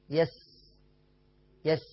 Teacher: السين نسكنها كويس والسين فيها صفير